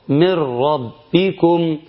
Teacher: إن شيل النون خالص، شيل النون خالص، وابدأ لأنها دخلت في الراء والراء مشددة · Term: إضغام بغير غنة